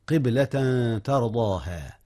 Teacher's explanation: أخفي التنوين مع التاء يا أستاذنا · Term: الإخفاء